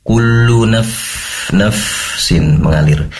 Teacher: pastikan fa ini mengalirkan nafas karena tempat keluarnya fa itu dari ujung lidah, maaf, ujung gigi seri atas ditempelkan ke perut bibir, bibir bawah ya.